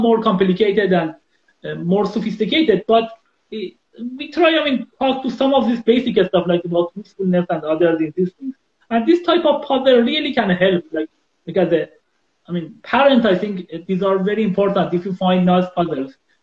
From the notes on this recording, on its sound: This is an Instagram Live